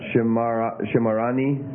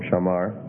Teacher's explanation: your first syllable has shortened and your second syllable has gone from the pathak to a kamas · Shown in: first take